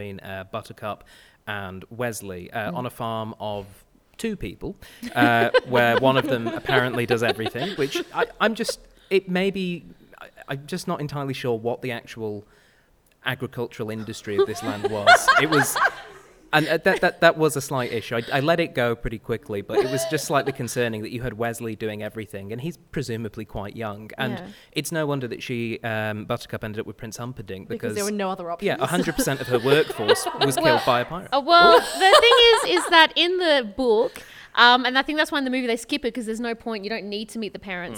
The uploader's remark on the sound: CCUC LIVE! A live studio audience.